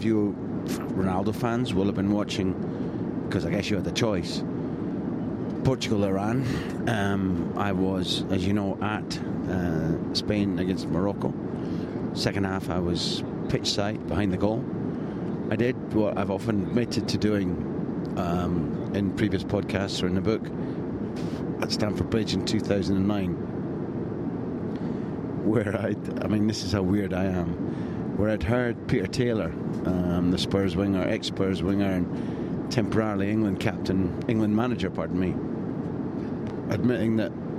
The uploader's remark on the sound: Here's another 3am diary - this time recorded from the plane from Kaliningrad to Krasnodar.